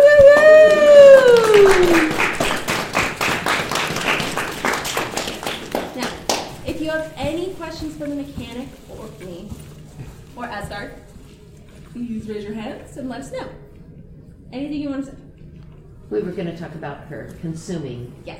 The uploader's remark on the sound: Wild Wild West Con 11 Panel Origins of A.S.G.A.R.D. Ballroom I+J at Casino Del Sol.